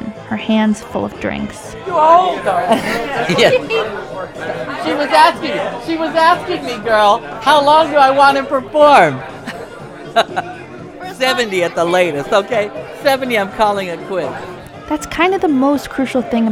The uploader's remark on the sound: Queens of the Tenderloin at Aunt Charlie's Lounge. We go to Aunt Charlie's Lounge, a Tenderloin institution that's one of the oldest gay bars in San Francisco.